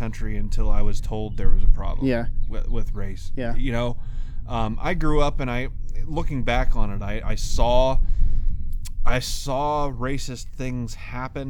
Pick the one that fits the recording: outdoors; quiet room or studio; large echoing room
outdoors